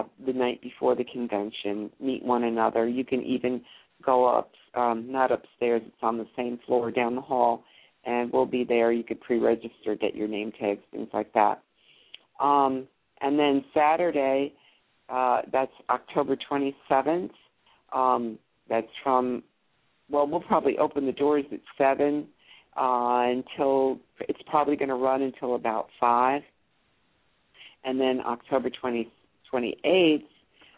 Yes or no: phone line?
yes